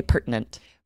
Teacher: It looks like it should be pronounced pertinent, but we really don't. We use that glottal stop and say pertinent.